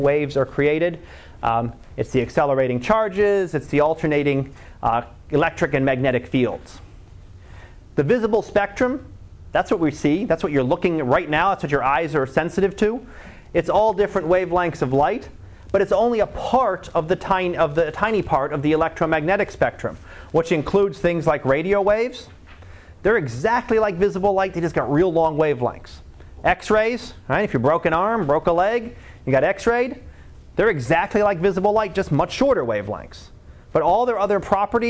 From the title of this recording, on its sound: Live Class Lecture